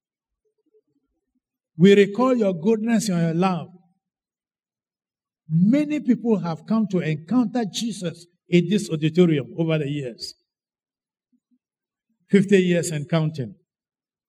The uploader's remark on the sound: Sermon preached at CBC Adabraka Campus